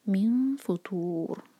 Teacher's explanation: میم فطور، تو ہیوی ہوگا، تو ہیوی لیٹر ہے، اور را کیونکہ ساکن ہوگا جب رکیں گے اور اس سے پہلے ہے دمہ، تو یہ را بھی ہیوی پڑھا جائے گا